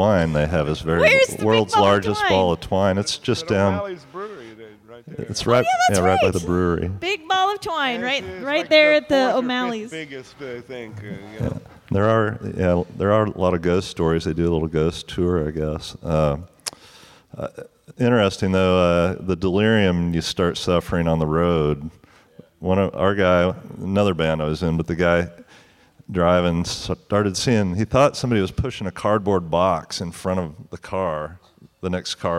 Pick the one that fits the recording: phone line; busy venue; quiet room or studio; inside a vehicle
busy venue